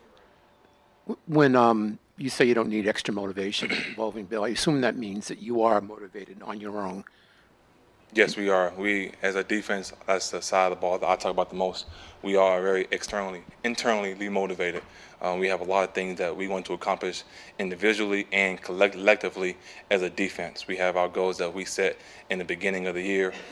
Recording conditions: busy venue